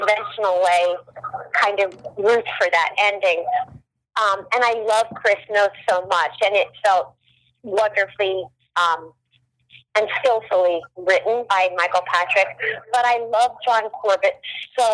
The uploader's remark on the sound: a very special phone call